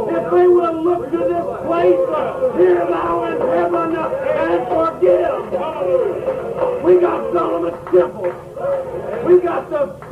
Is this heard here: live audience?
yes